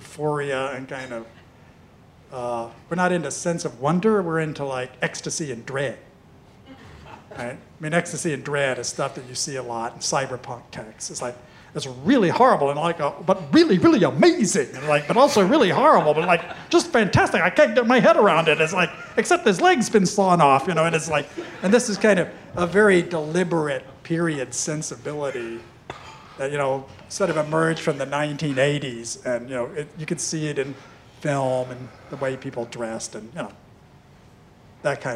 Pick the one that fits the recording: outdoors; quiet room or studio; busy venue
busy venue